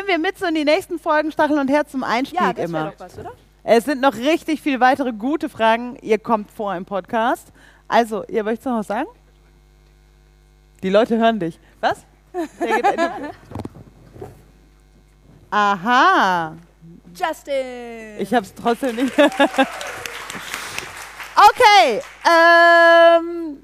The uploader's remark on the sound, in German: Stachel und Herz live beim DEKT. Vor ein paar von euch Fragen beantwortet.